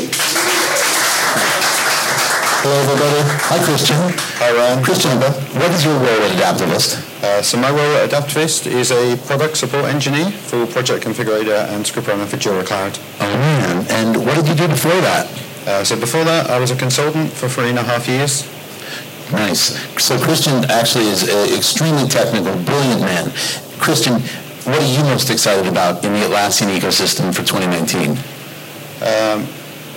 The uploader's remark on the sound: Recorded LIVE At Adaptavist Winter Conference 2018. Recorded a live session at Adaptavist's Winter Conference in London!